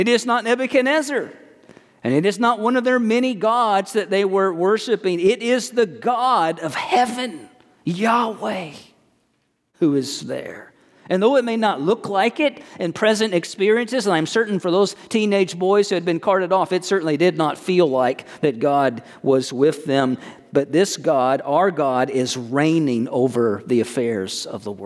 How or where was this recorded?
large echoing room